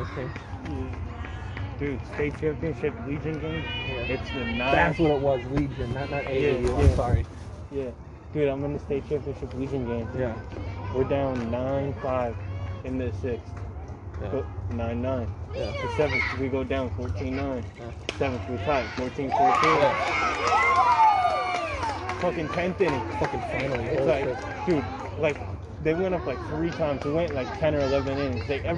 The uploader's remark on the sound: This was recorded at my sister's softball game, on her birthday. Unedited, unfiltered.